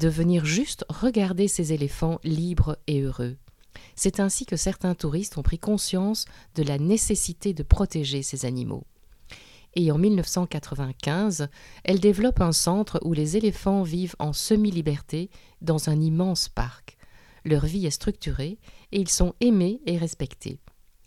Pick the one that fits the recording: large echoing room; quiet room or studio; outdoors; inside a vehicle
quiet room or studio